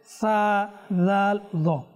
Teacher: জিহ্বার আগা উপরের দাঁতের ভিতর্গত কিনারা থেকে উচ্চারিত হয়। জিহ্বার এই আগাটা উপরের দাঁতের ভিতর্গত কিনারা থেকে কি হবে, তিনটি হরফ উচ্চারিত হবে। · Term: হরুফে লিসাবিয়া